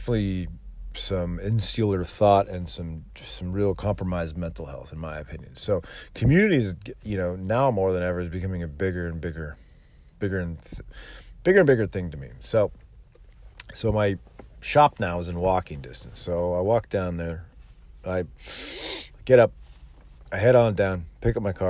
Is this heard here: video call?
no